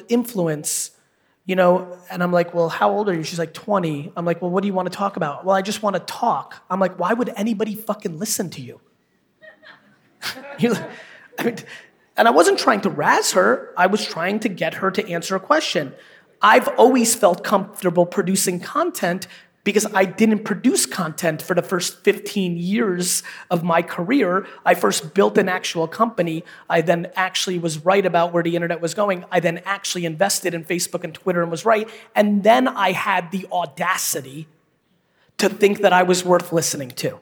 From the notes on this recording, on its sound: KEYNOTE IN WARSAW. This was an all-time keynote in Poland, full of a massive Q&A section.